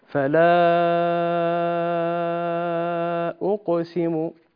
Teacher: المد هنا بحاجة إلى زيادة فلا أقسم ست حركات